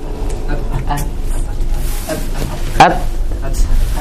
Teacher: Tetapi untuk kaf dan ta khusus, dia hamas, namun dia tidak mutlak. Karena dia nanti ada syiddahnya.